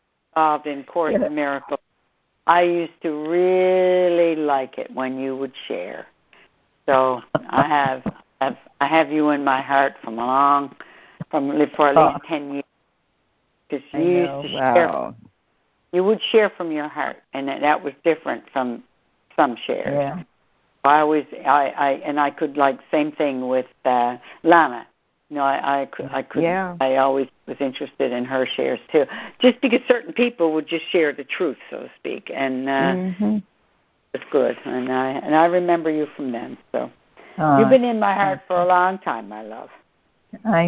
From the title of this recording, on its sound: CONF CALL